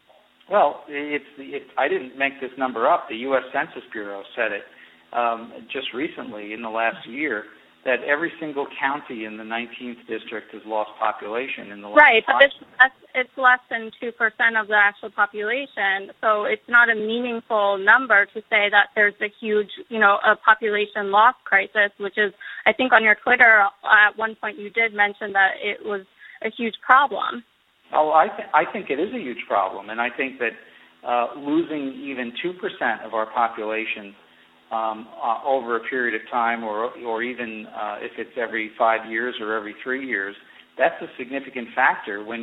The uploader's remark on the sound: via telephone